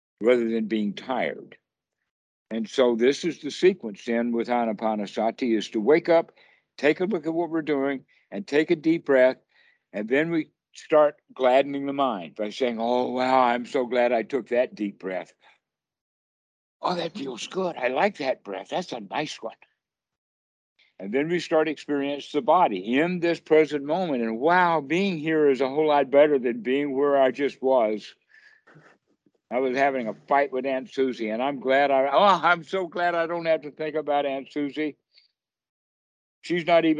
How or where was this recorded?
video call